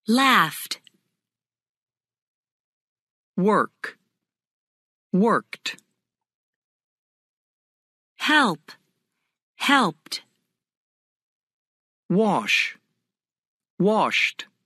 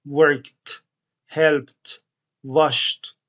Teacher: ای دی صدای ت میده وقتی که صوت صامت باشه، بدون صوت باشه، شامل ف، ک، پ، س، ش و چ